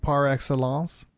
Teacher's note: now you nasalized the end very well there